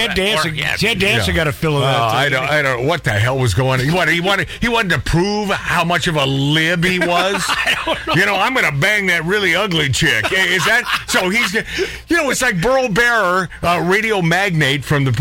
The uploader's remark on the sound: A Ribald, unplanned phone call